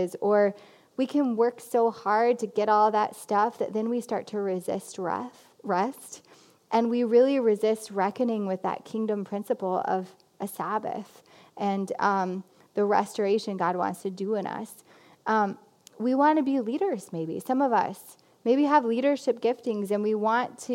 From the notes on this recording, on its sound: This Lenten message was preached at CityChurch in Iowa City on March 1, 2020.